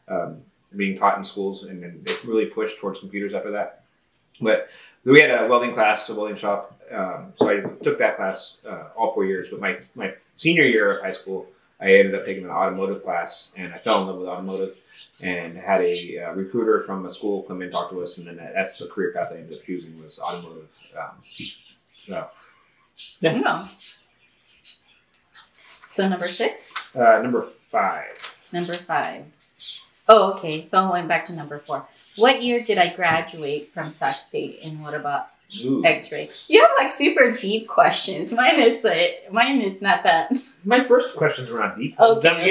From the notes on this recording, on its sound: Our mics didn't work, camera overheated, things were confusing... We got it recorded!